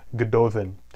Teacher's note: the double D's there are pronounced as a TH sound